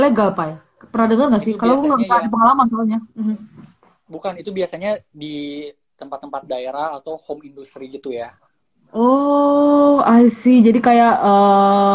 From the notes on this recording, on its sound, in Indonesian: Edisi copy paste dari live instagram